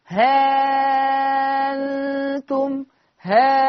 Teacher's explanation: الإبدال ألف مع الإشباع